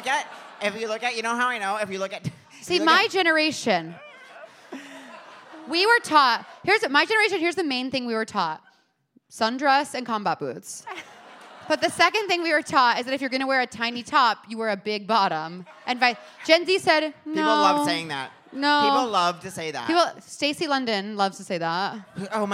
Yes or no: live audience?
yes